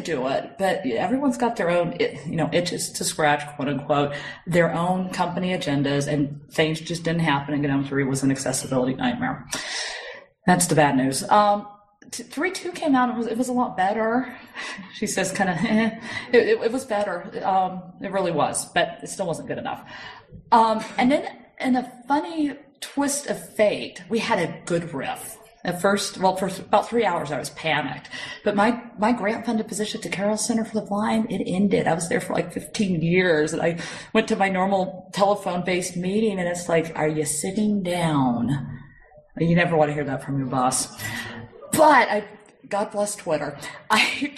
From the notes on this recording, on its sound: this talk was recorded at the Northeast GNU/Linux Fest 2012-03-17